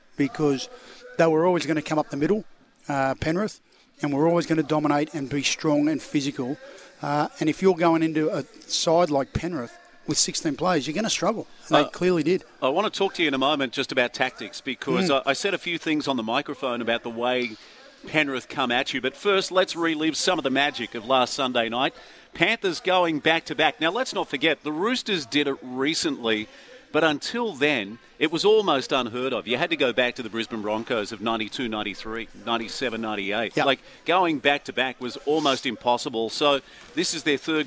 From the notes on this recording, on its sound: Live from Terrigal Basketball stadium. Plenty of action going on out there.